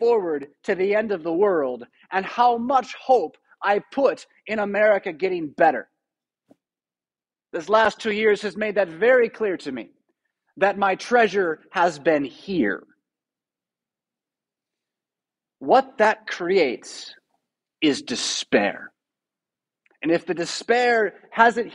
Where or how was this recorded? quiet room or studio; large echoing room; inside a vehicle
large echoing room